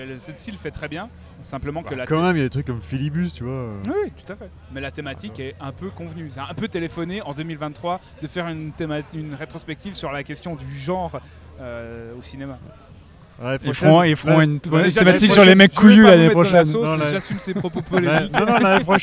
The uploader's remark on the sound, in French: Épisode spécial enregistré lors de la 22e édition du NIFFF (Neuchâtel International Fantastic Film Festival).